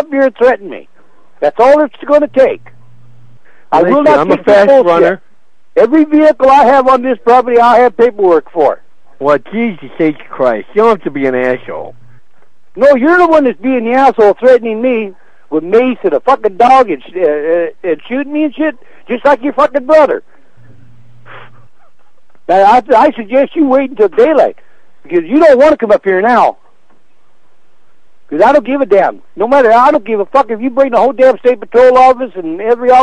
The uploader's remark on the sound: Prank Phone Calls Collection